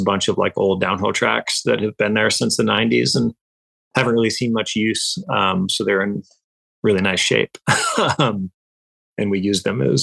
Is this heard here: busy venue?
no